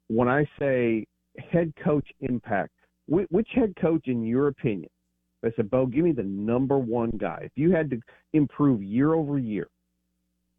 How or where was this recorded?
phone line